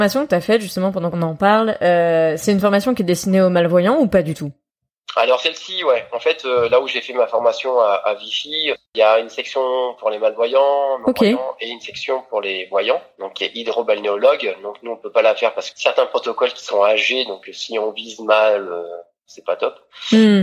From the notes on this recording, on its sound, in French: Vous entendrez que la qualité sonore n’est pas au rendez-vous cette fois, car je suis en pleine transition entre Paris et… Lyon ! Alors je m’excuse pour le son.